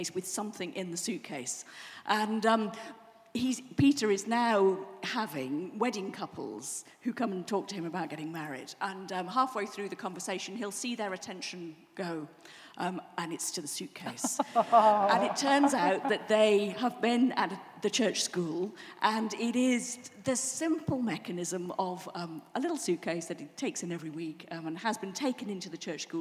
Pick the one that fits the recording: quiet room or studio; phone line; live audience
live audience